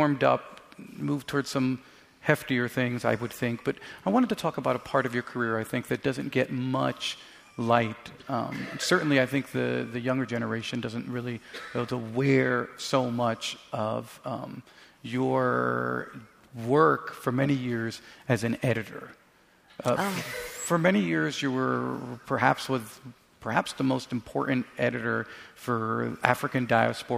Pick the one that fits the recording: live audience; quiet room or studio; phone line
live audience